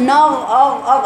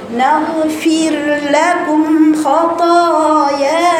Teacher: الغين الساكنة ما بتبقاش فيها درجة التفخيم العالية · Shown in: second take